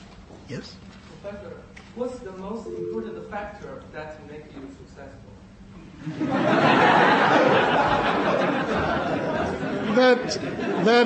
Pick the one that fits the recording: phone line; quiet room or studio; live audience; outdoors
live audience